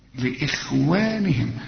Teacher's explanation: انت ملاحظ ان انا ما رققتش الخاء، لا مش عايز اقول انا رققتها، لكن الخاء اللي عليها السكون في ربع درجة من درجات التفخيم